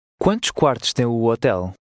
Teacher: the O's will drop out and the words will run together.